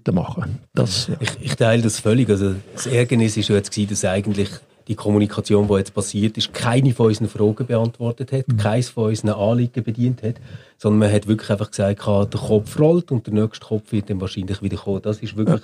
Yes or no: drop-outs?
no